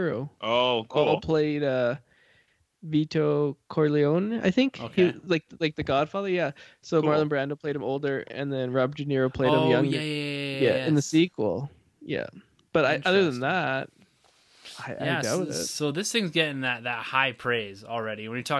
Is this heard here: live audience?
no